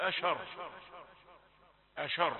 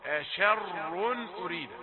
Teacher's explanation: شين رقيقة شاء ثم الراء مفخمة · Shown in: second take